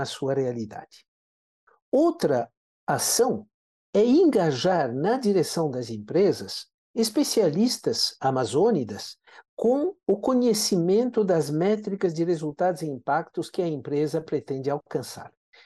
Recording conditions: video call